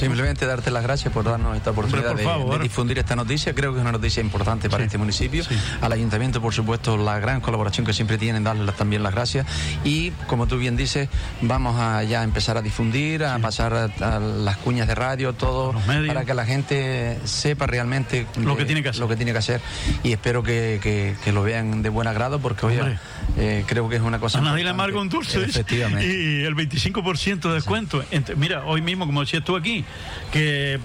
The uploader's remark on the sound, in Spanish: En directo desde el Mercado Agrícola. Dentro del programa especial desde el Mercado Agrícola en la plaza de Antigua.